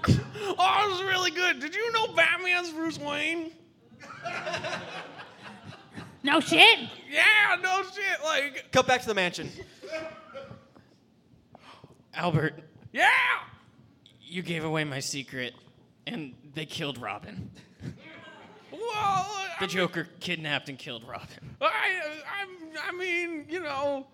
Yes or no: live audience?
yes